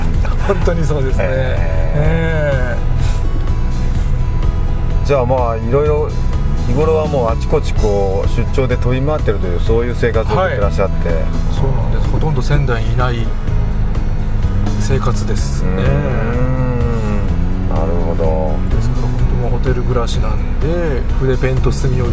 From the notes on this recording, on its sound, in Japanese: 即ドライビング対談収録しました